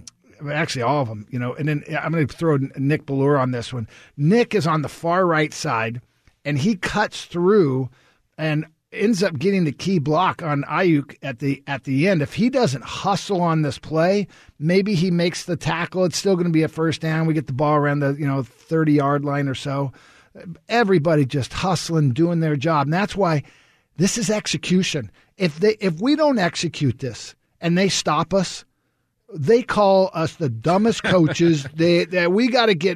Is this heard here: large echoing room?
no